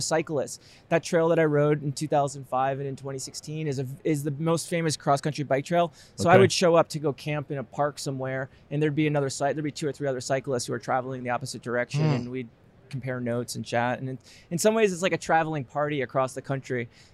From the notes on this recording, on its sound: AIA 2019 Interview. Live from AIA 2019 our first interview is in the books.